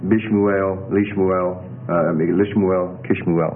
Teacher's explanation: So Shemuel becomes Bishmuel, Lishmuel, Lishmuel, Kishmuel, Muel. So note that the Shua of the noun is dropped in pronunciation. Of course, this just means a silent Shua.